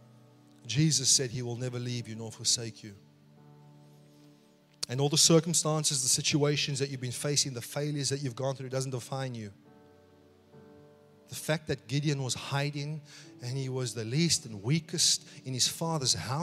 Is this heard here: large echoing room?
yes